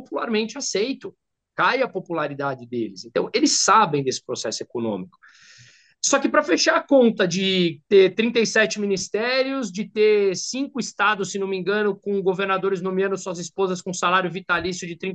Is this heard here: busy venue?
no